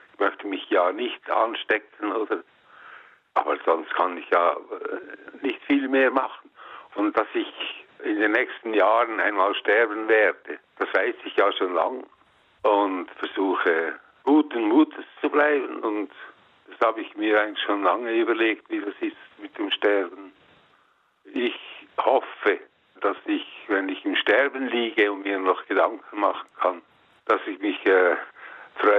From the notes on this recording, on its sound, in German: selbstverständlich und wie es sich gehört am Telefon